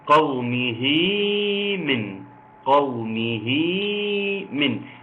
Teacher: مد صلة صغرى بيمد بمقدار حركتين